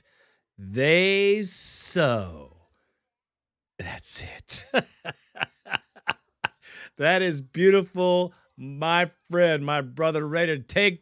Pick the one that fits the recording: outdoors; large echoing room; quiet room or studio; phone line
quiet room or studio